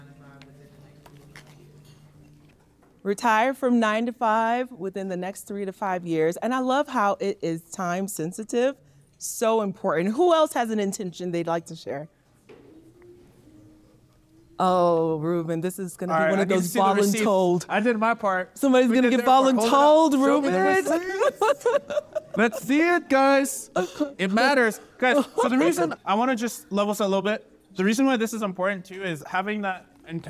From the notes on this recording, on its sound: Step into the heart of the Midterm Rental Wealth Retreat. Taking you back to the live event. Share in the audience’s journeys with the introductory goal-voicing exercise.